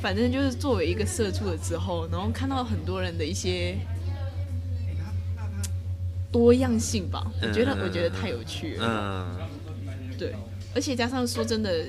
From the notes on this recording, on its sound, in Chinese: 在外面錄音已經快要變成本節目特色，。手一直敲到桌子，。所以麥克風一直有雜音還請大家見諒。